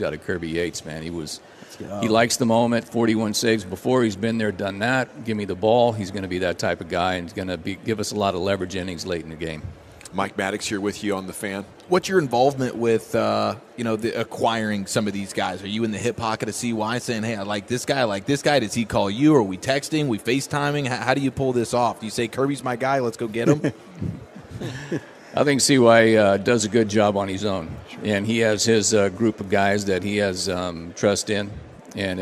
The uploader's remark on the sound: live from the Texas Rangers Toy Drive